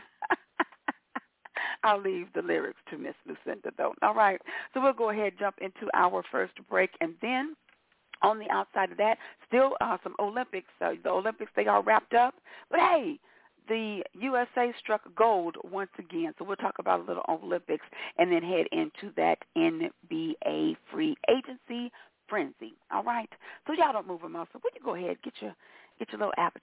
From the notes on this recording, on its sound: your phone calls